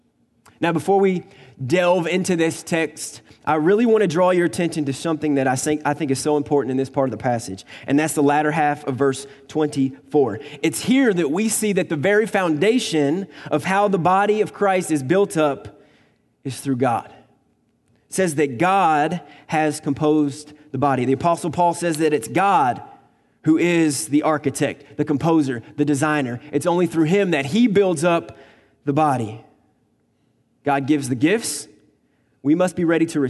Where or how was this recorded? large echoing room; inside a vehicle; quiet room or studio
large echoing room